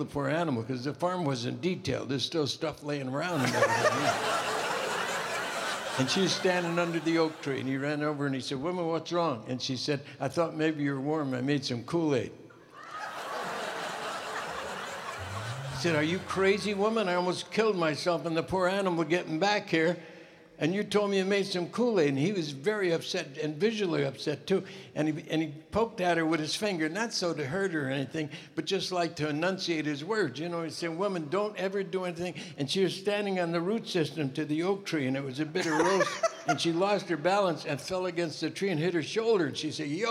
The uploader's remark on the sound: Live at the South Point Casino